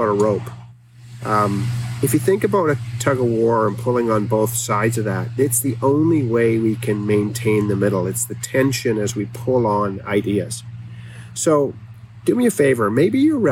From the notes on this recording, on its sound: Please overlook the rawness of the audio on this episode that I recorded on my iPhone at the picnic table at my campsite.